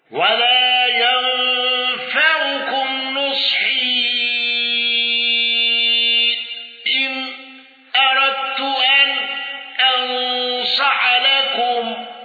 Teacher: خلف عن حمزة بالسكت على المفصول وترك الغنة